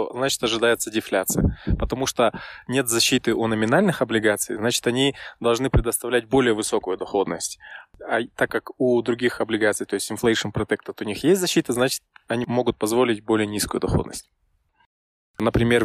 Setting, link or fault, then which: fault, wind noise